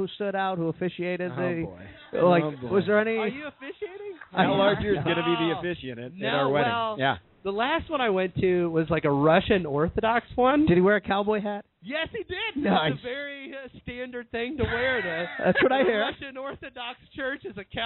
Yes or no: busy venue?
yes